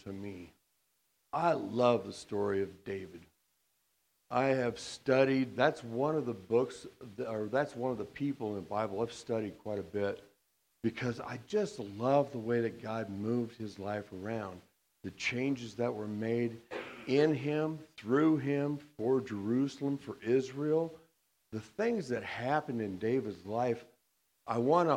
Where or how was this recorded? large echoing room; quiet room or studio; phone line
large echoing room